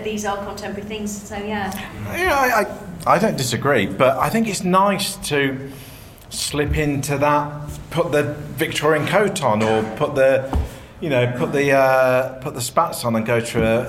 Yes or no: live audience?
yes